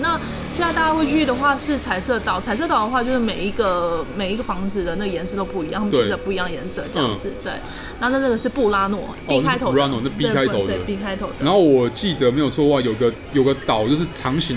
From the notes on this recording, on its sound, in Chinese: 本集白噪音指數：蚊風級 1/5。錄音地點： Parko Parco 的室外用餐區。